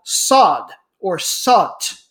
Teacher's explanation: It's two D's, but it's almost a T sound.